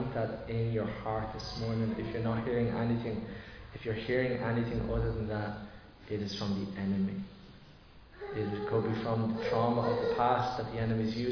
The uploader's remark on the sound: Recorded live in Liberty Church on 2 July 2023